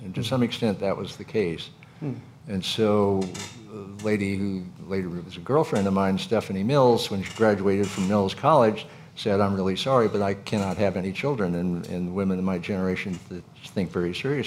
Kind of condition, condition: setting, busy venue